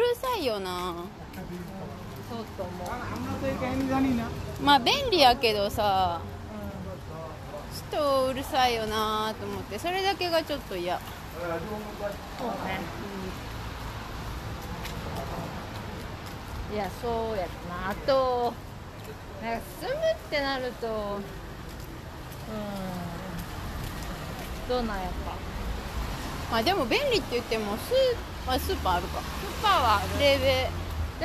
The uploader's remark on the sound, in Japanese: 屋外収録途中でなぜかコロナテストしに行く回w。